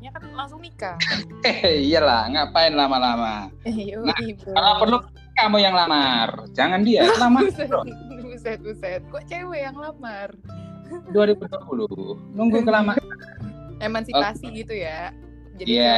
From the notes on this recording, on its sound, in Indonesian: Maaf juga nih kalau suaranya kadang ga jelas, ya maklum soalnya kita podcast via online nih pake aplikasi anchor